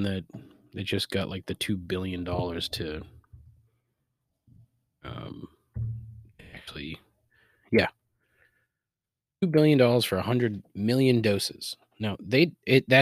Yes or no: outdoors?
no